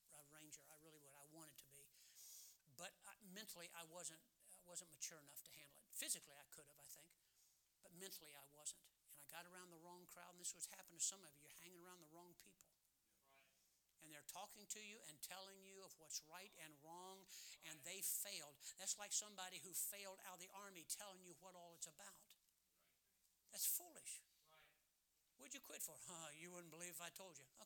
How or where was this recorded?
large echoing room